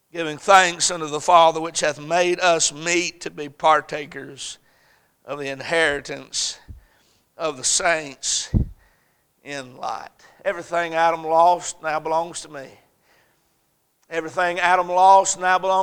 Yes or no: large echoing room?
yes